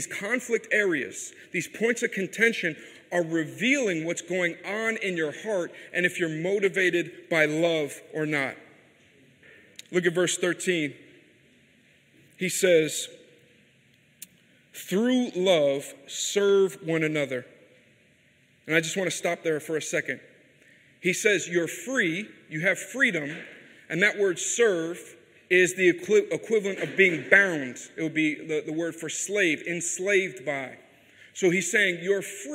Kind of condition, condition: setting, large echoing room